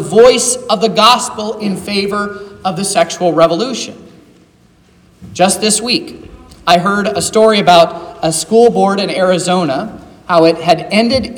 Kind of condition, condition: setting, large echoing room